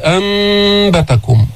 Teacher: تقلب هذه النون الساكنة ميما بدون تشديد، ميم مخفات